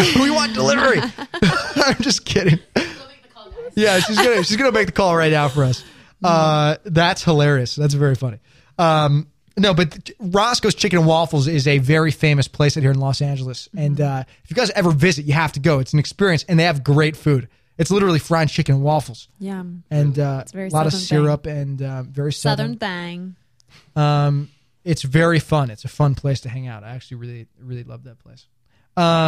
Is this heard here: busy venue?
no